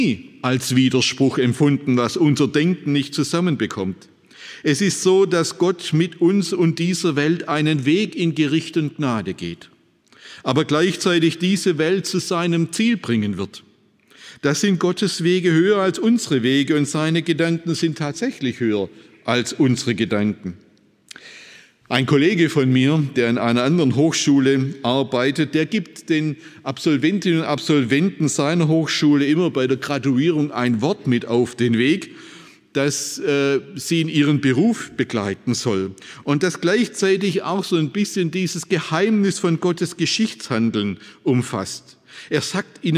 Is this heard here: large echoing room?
yes